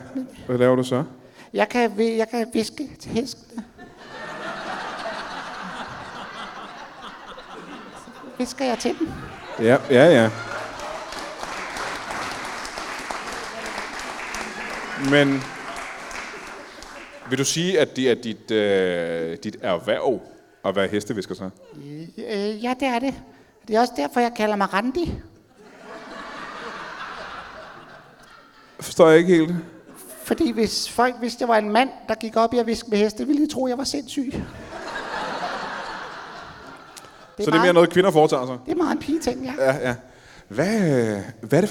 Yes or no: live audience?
yes